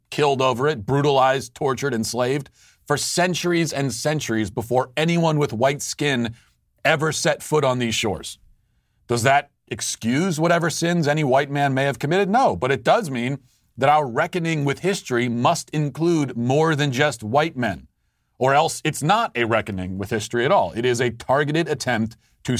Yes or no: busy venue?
no